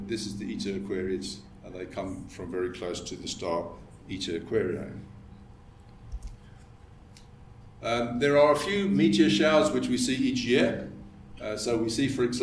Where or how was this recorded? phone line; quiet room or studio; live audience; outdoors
live audience